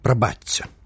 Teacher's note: паводле правілаў мілагучнага беларускага вымаўлення шыпячы гук прыпадабняецца да наступнага свісцячага. Пажадана казаць «прабачце».